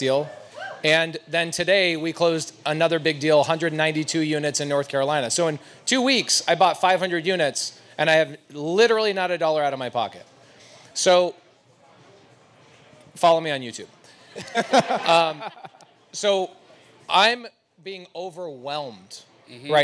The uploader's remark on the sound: Made the journey to the Valley of the Sun to visit real estate rookies for a live podcast recording. Live Q&A.